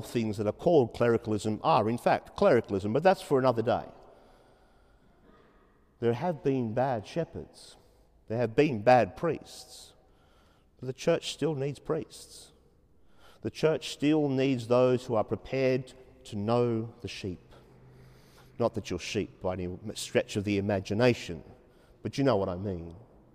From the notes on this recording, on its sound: 30pm Saturday evening Mass in Sacred Heart Cathedral, Hamilton.